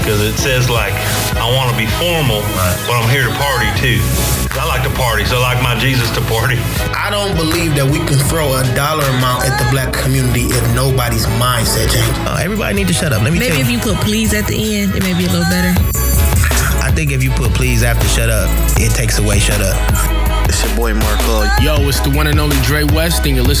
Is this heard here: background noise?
no